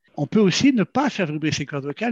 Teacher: on va créer des turbulences au niveau des cordes vocales, ce qui donne le chuchotement.